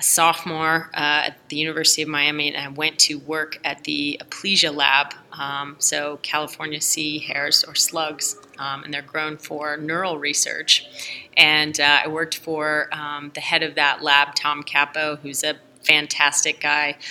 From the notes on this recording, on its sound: This episode was recorded during RASTECH 2022 Conference and Trade Fair at Hilton Head Island, SC.